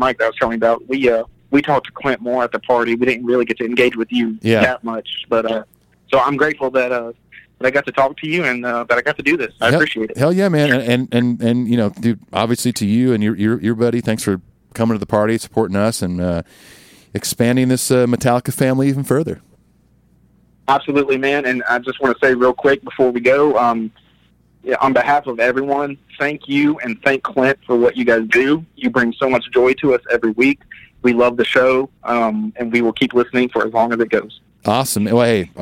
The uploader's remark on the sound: Metal Tales From The Road (Louisville, KY). Gets on the phone.